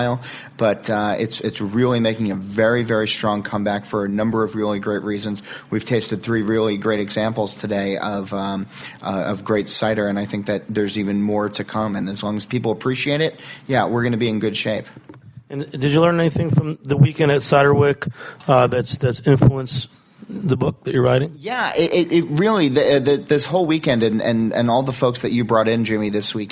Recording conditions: busy venue